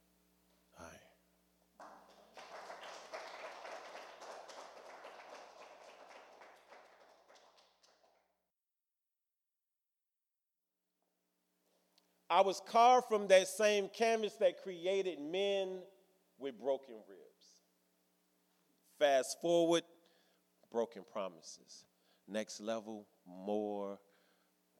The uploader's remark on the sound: On our April 6th 2019 live show. Open mic performance.